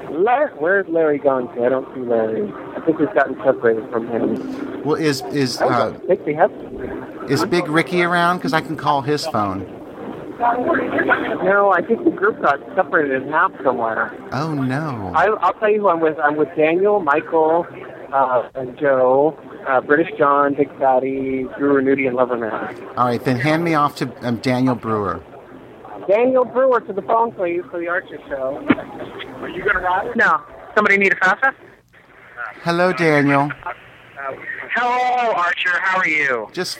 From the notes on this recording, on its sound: LIVE From Gay Days! Listen in as I chat with many of the podcasters at Gay Days at Disney!